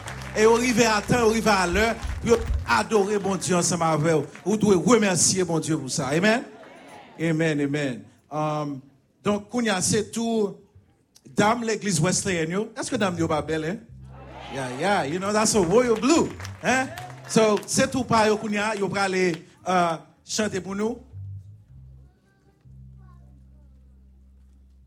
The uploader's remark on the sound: Sunday Service Live